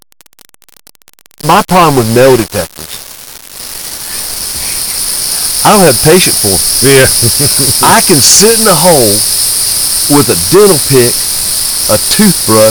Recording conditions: background noise